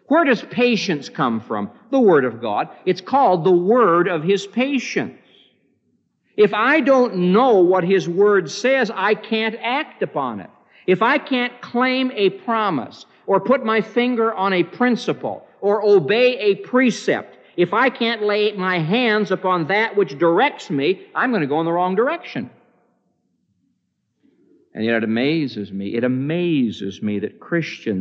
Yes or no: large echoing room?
yes